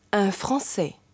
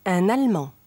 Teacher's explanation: Aber un allemand. Das N wird hörbar und wandert sozusagen zum folgenden Wort hinüber. · Shown in: second take · Term: Liaison